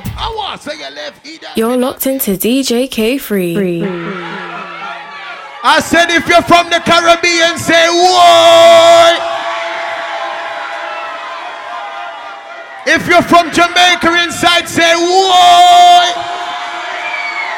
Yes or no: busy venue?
yes